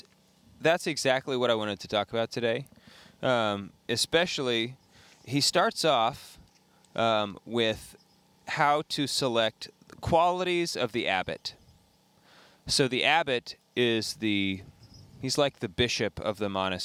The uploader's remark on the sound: Live from The Catholic Man Show Campout at Clear Creek Abbey